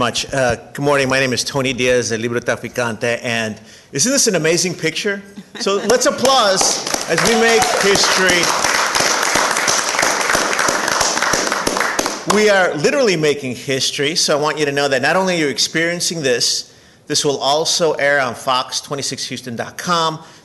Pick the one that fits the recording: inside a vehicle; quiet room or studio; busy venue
busy venue